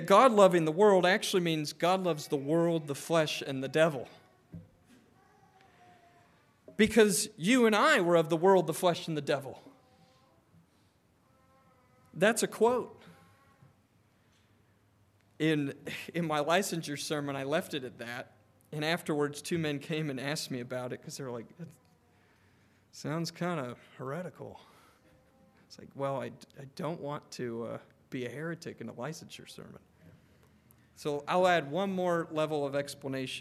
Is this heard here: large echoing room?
yes